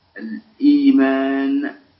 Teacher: وهكذا كذلك الإيمان، أصلها الإيمان، الإيمان. إذن نقلنا حركة الكسرة إلى اللام فصار الإيمان